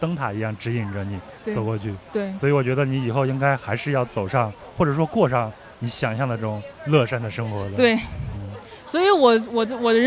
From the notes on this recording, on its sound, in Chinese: 播客节偶遇“壮游者”。所以，这次我就带过去了录音设备，准备在现场，偶遇一些人，聊一聊他的印象很深的一个旅行故事。这期节目是在户外录制，现场有很大的嘈杂声。